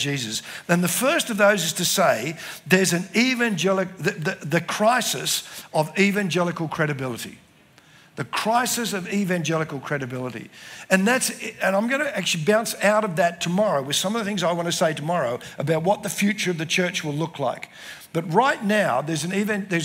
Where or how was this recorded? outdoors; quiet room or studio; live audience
live audience